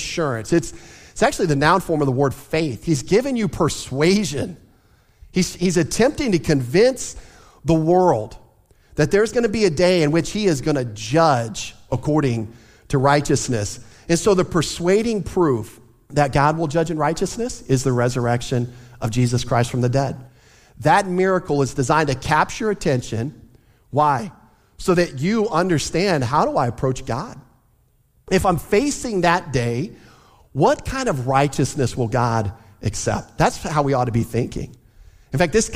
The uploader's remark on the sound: Easter Sunday Service